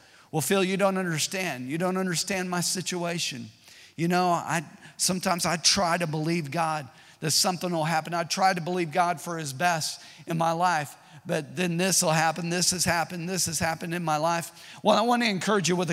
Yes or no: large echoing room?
yes